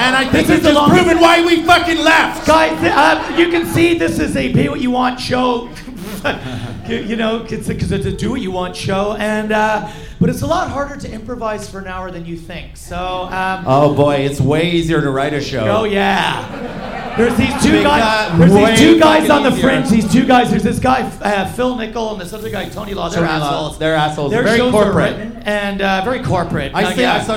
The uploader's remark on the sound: Our most European audience yet (there’s loads of Dutch people in!).